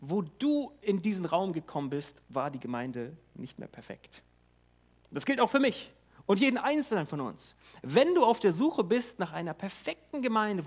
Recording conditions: large echoing room